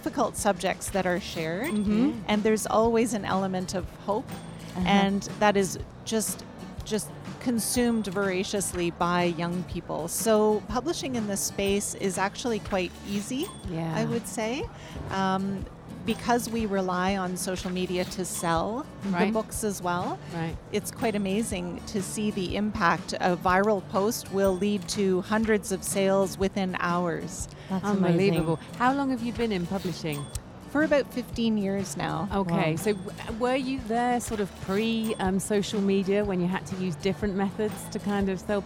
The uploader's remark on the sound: Live from SIBF 2023